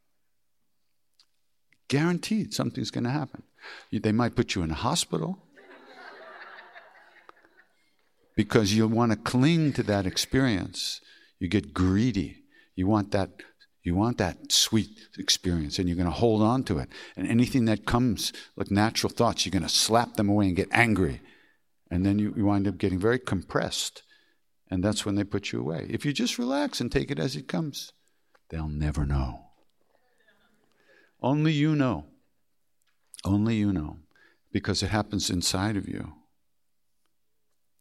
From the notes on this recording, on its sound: Questions from the audience